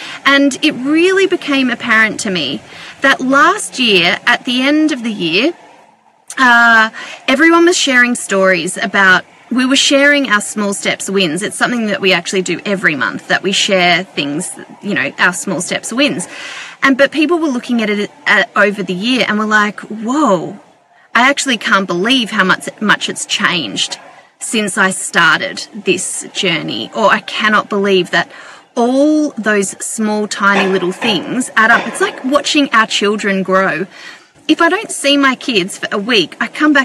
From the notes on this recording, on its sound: Recorded this episode from her (hot) car! Her phone over-heated and stopped working!